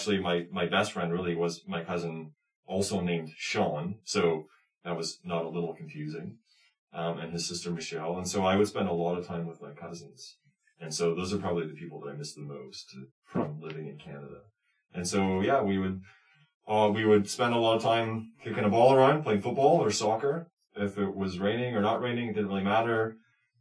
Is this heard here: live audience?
no